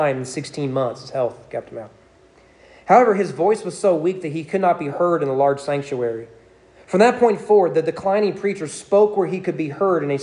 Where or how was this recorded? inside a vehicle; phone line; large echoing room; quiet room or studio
large echoing room